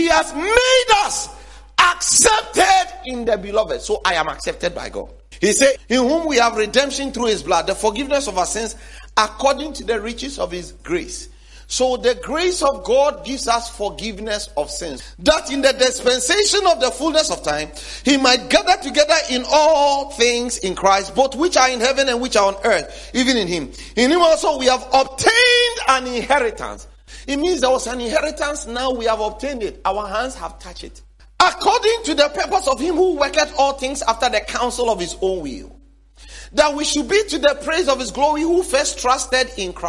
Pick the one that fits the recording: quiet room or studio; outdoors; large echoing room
large echoing room